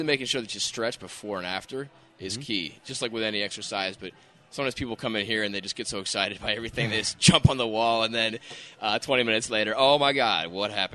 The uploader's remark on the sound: Record live at Brooklyn Boulders Chicago while their daughters preview Brooklyn Boulders Summer Camps.